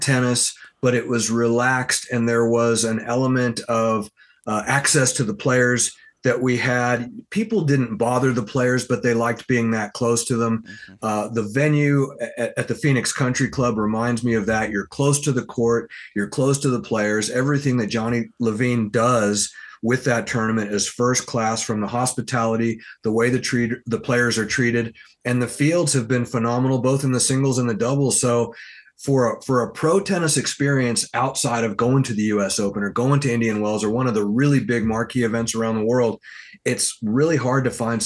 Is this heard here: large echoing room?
no